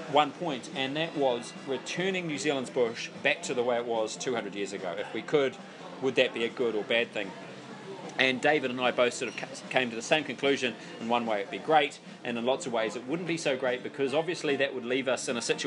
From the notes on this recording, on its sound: Audio is not great! At a pub again. Sorry the audio is a little off (SHIT IN OTHER WORDS), somthing was not working as well as it should!!!